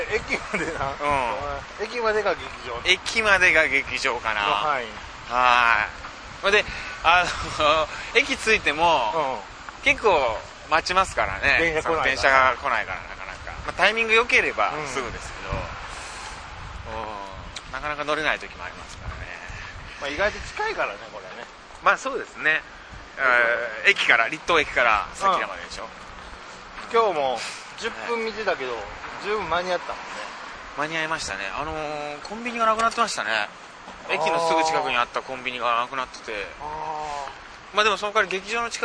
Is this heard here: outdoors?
yes